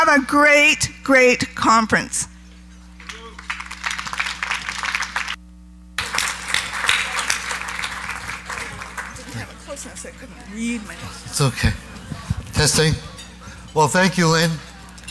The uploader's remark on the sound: Live Broadcast at the The IPBC IGNITE Conference